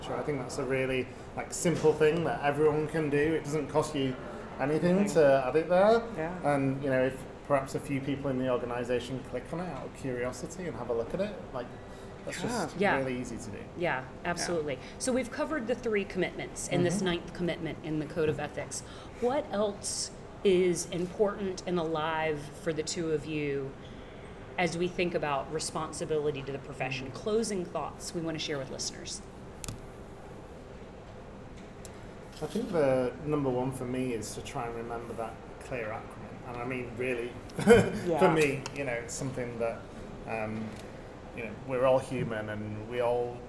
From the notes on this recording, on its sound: This podcast episode was filmed at the Agile 2024 conference so please excuse the background noise that occurred during the recording.